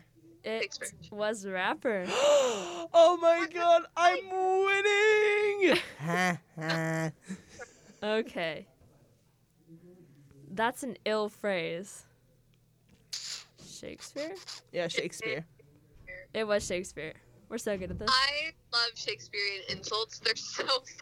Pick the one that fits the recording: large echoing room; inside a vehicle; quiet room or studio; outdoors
inside a vehicle